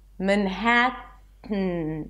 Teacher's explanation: I block the air with my tongue and I release it through the nose · Term: nasal T · IPA: mənˈhætən